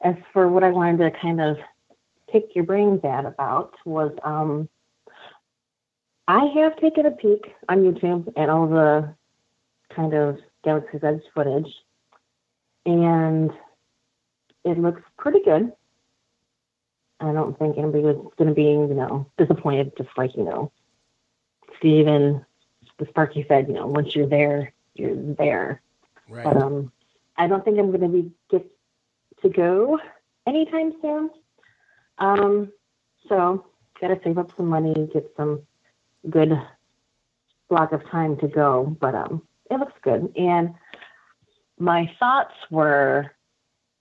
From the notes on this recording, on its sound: RFR Live Call-In Show. Spotlighting live listener calls for the whole show.